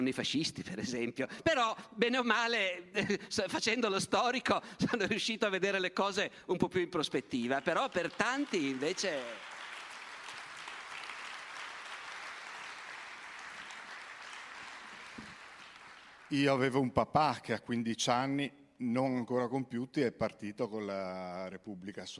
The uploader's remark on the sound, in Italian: Palmanova, 2022. Evento tenutosi in occasione del "Dialoghi - Festival itinerante della conoscenza".